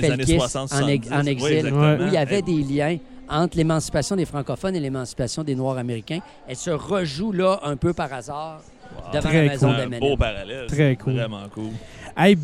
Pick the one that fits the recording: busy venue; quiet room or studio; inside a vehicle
busy venue